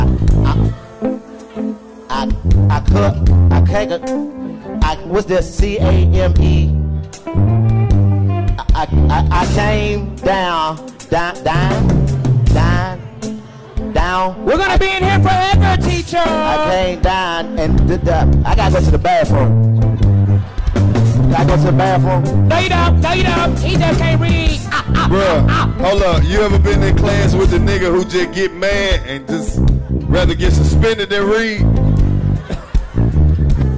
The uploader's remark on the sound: live from the House of Blues Houston!